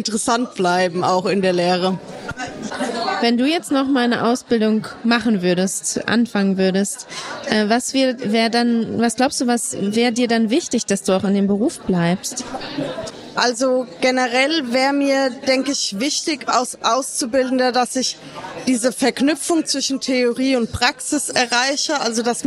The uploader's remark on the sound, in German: Live vom Forschungskongress des BIBBs